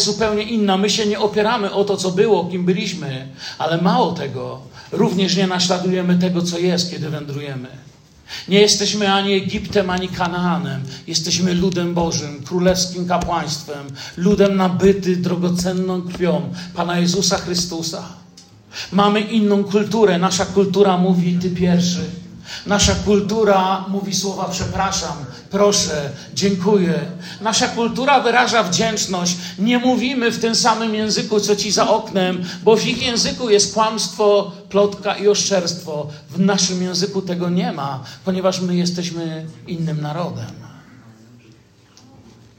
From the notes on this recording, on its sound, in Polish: Wykład nagrano w Zborze Kościoła Zielonoświątkowego w Tychach podczas uroczystego nabożeństwa z okazji 10 rocznicy powstania Zboru.